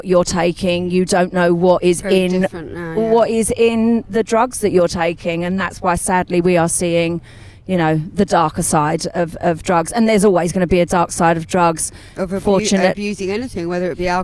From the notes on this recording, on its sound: Jump in the Audiomango studio van for a chat at Brighton Music Conference. Recorded live for istreem.tv.